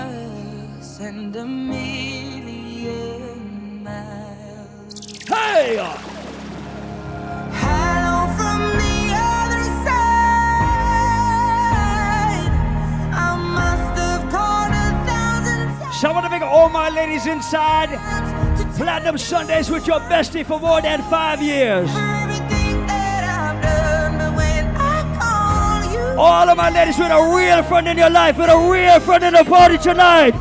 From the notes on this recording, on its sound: LIVE AT PLATINUM SUNDAZE IN CAPE COD. Live audio segment from Platinum Sundaze in Cape Cod, MA on June 19th, 2016.